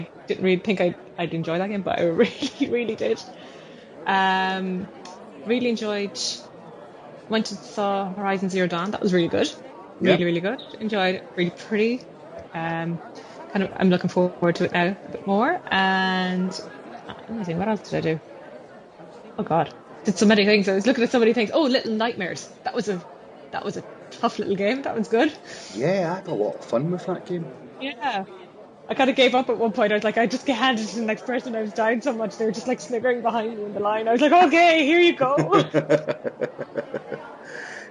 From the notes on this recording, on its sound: EGX 2016 Minicast. Please note the audio quality is not up to our usual standard due to being recorded live at the Event. EGX in the UK.